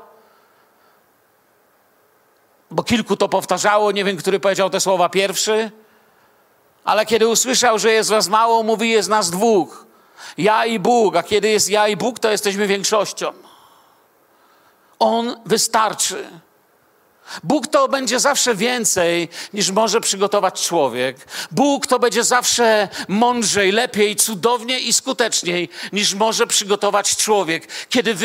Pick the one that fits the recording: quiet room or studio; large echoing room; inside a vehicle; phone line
large echoing room